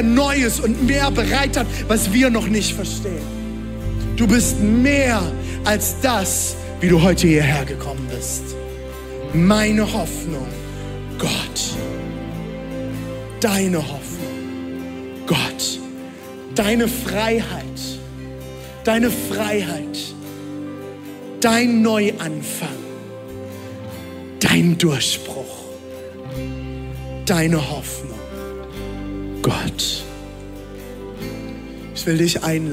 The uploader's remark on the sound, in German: Audiomitschnitt der Predigt